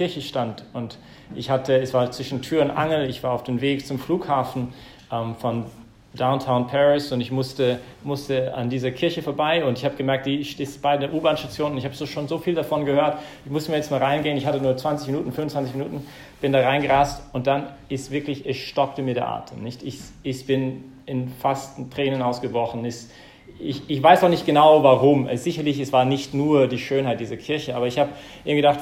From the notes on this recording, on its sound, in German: im Rahmen des Gottesdienstes im Zentrum Johannes Paul II.